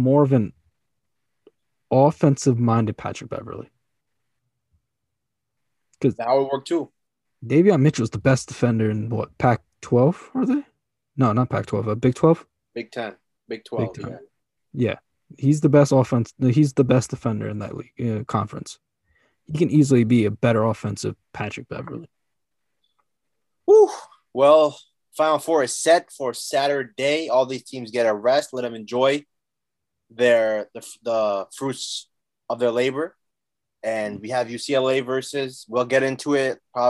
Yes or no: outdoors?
no